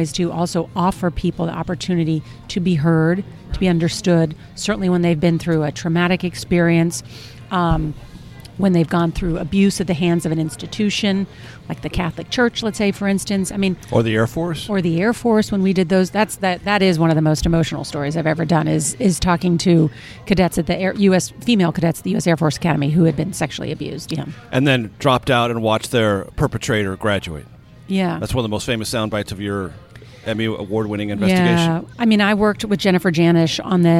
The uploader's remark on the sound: at Chef Geoff's in Northwest Washington